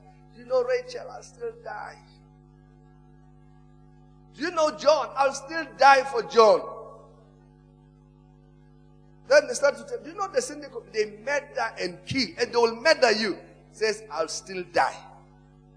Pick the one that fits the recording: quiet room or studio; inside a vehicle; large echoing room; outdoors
large echoing room